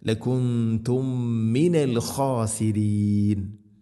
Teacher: ഖ തൊണ്ടയുടെ മുകൾ ഭാഗമാണ് മഖ്റജ്